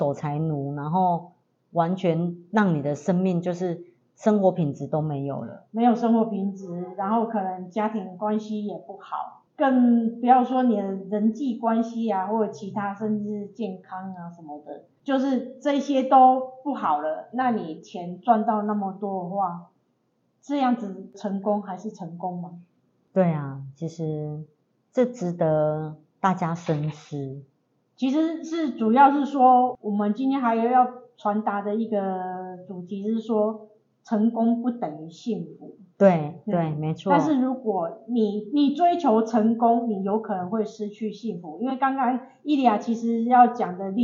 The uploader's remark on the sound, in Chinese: 因錄音設備問題，造成錄音品質受到影響出現雜音及干擾，還請大家見諒。